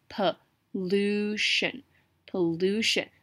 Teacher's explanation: 重音在 lu 的地方发 u 的音，po 发短音